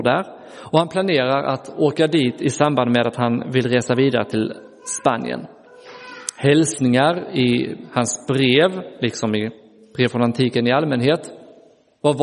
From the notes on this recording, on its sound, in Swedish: Inspelad i Roseniuskyrkan den 9 juli 2023